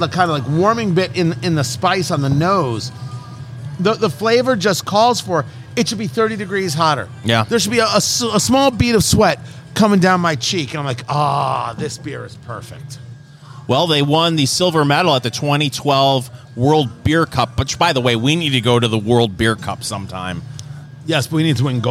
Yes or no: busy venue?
yes